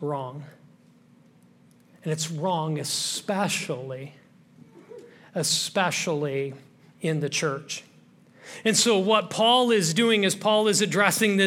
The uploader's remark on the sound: This message was originally preached at Highpoint Church on Sunday, October 1, 2023